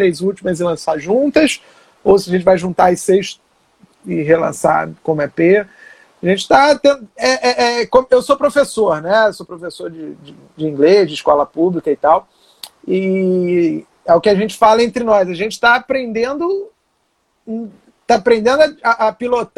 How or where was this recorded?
video call